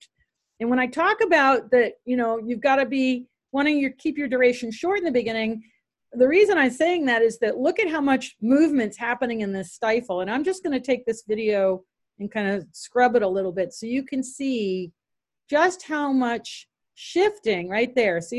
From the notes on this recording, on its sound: Zoom Meeting.